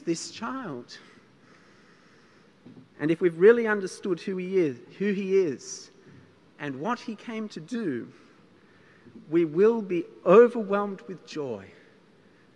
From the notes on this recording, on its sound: This sermon was preached at St George's Church, Penang on 24th December 2021.